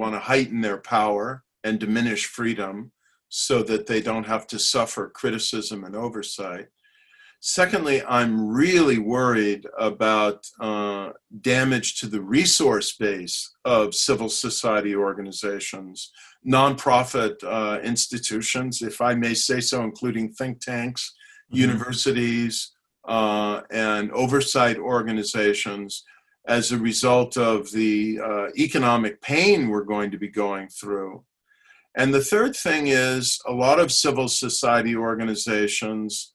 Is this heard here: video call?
yes